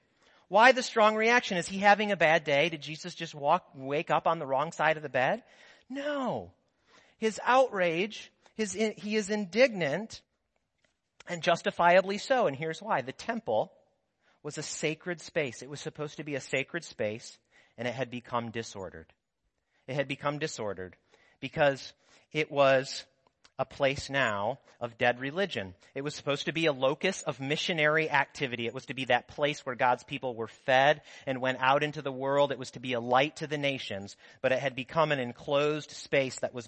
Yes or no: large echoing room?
yes